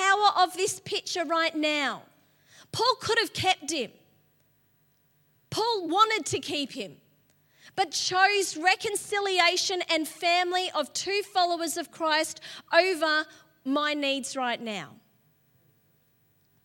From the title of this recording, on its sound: LIVE at Echo Church